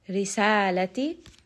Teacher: راء here is going to be light because it has a كسرة. سا is a two count مد.